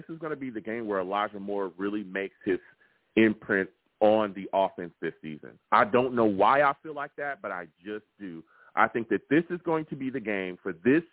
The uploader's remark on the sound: I take live callers as well!